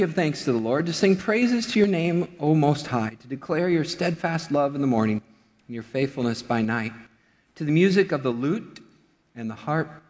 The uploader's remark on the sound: Midland Evangelical Free Church Sermon Audio